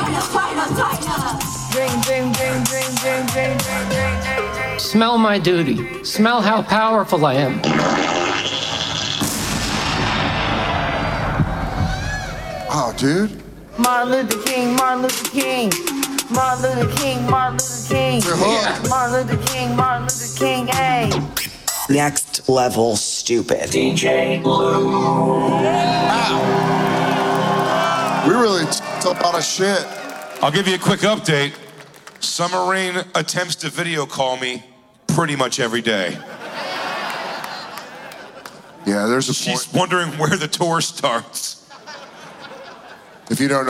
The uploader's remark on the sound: The Bonfire at Skankfest in Las Vegas live before hundreds of beautiful Skanks!